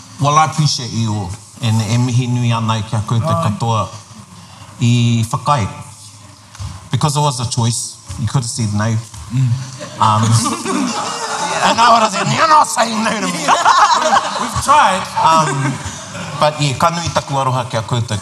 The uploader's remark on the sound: Recorded in front of a live audience at Ako Ararau - Māori Expo 2023.